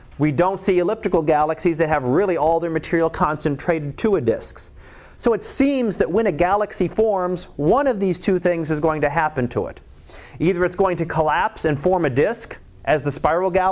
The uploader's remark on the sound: Live Class Lecture